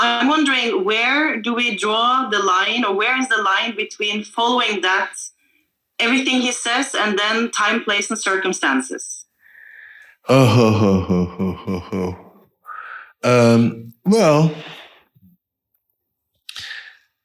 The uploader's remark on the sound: Zoom Meeting